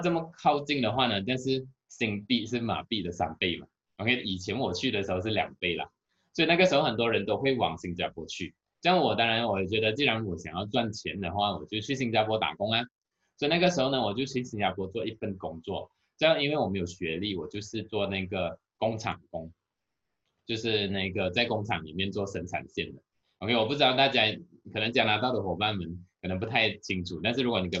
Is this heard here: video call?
yes